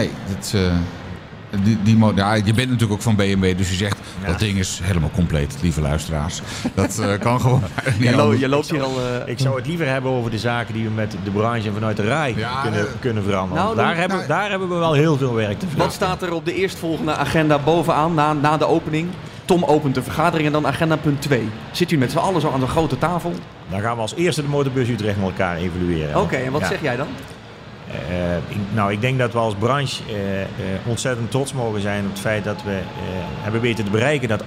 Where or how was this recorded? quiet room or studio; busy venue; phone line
busy venue